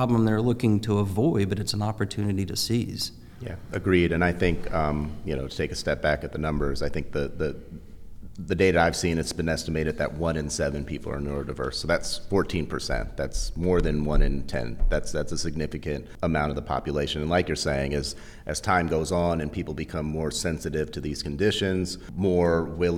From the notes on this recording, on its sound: recorded at the firm’s national Workplace Strategies seminar